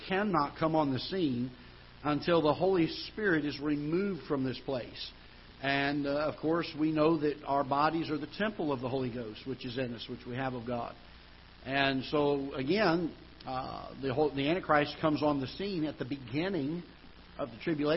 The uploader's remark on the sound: Ketha Heights Baptist Church ~ Live Broadcast